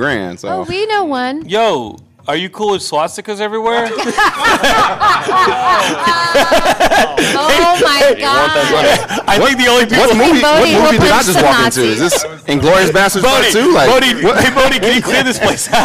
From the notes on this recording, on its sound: Geekscape Live at LA Comic Con 2023! In this special LIVE episode of Geekscape, we recap the fun, the sightings, the purchases, and MORE from LA Comic Con 2023!